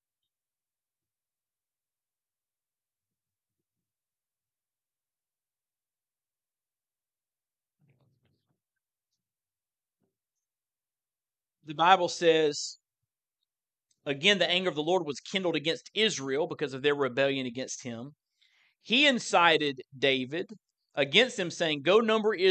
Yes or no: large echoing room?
yes